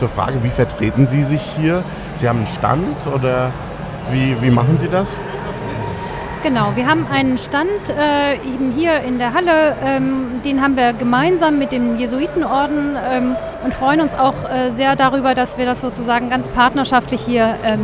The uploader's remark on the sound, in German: live vom evangelischen Kirchentag 2017 in Berlin